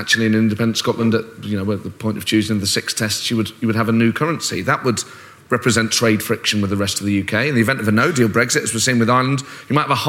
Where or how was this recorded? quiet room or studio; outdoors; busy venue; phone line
busy venue